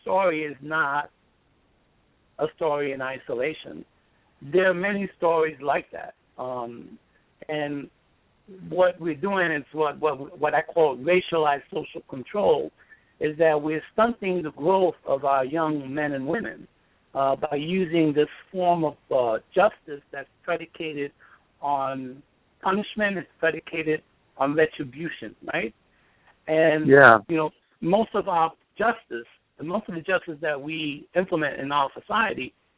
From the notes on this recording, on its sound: in a phone interview